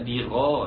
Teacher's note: الغين مفتوحة حرف مفخم وفي تاني درجات التفخيم